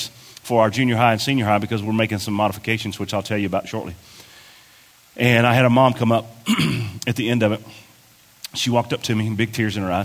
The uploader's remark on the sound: This was recorded at our South Campus in a meeting with parents and volunteers.